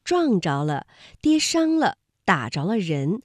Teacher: 在表达动作结果的时候呢，我们要读着，不能读轻声遮